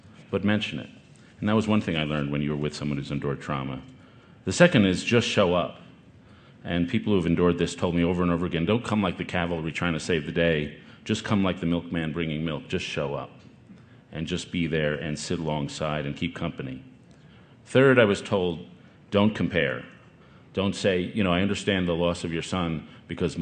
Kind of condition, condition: setting, busy venue